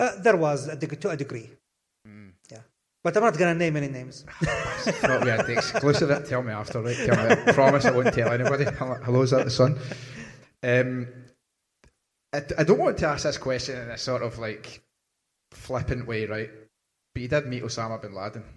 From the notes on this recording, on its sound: Blethered Live at SWG3 in Glasgow